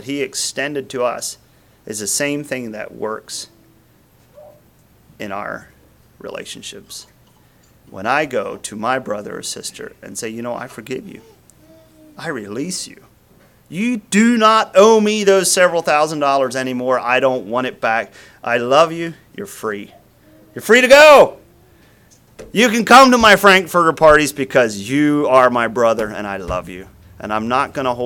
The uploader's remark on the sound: Message preached at Word of Hope on September 3, 2023